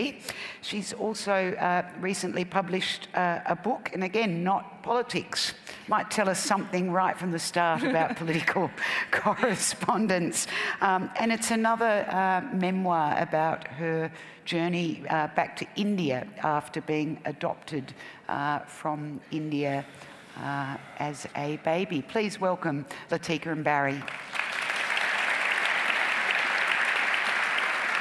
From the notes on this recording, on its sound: Recorded live at Melbourne Writers Festival 2015.